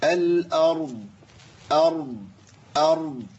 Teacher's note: صوت الضاد مع تفخيم الراء وتسكينها